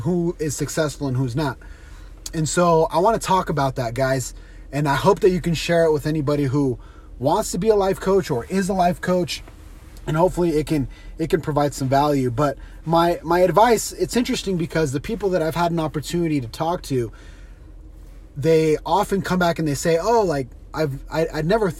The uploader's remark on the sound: On today’s carcast